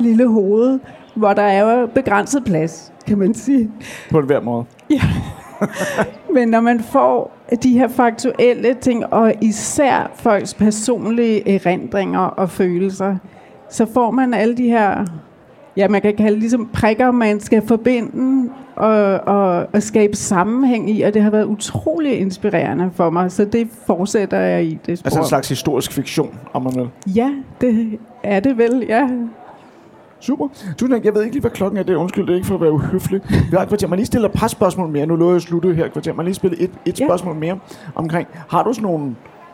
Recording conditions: live audience